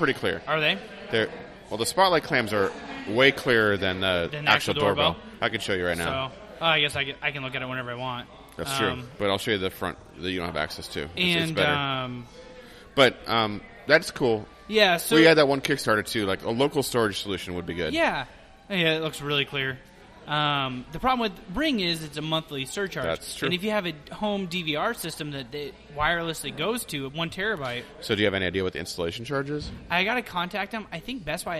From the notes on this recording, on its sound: On 192nd Ave in Vancouver Washington at a Tap Room. This week is a little different as we won't be clean and proper BUT we love out live recordings.